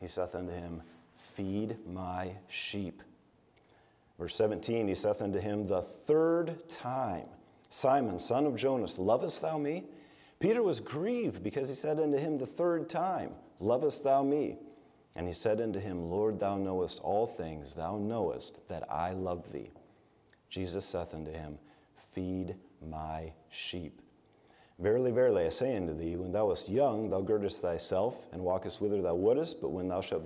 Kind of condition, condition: setting, large echoing room